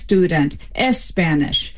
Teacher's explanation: they stick a vowel beforehand